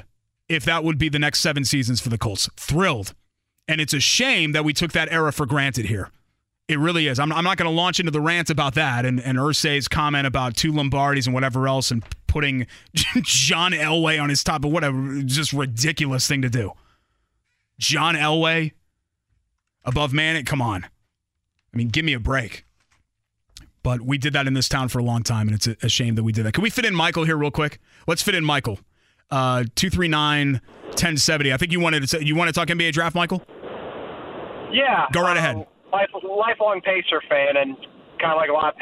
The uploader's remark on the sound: opens the phone lines, and takes some calls from listeners!